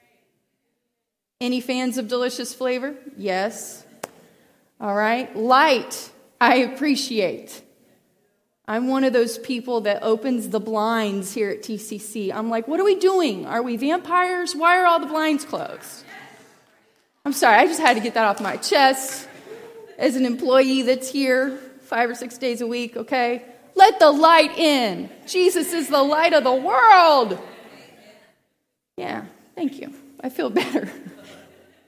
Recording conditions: large echoing room